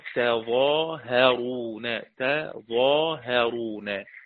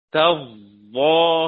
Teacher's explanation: الظاء مفتوحه مثقله عليها شده · Shown in: second take